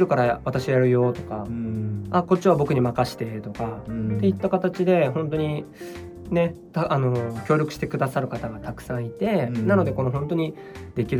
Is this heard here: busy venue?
no